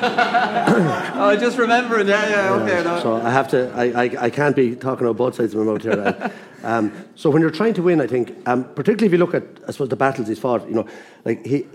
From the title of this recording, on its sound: The GAA Hour live from Wexford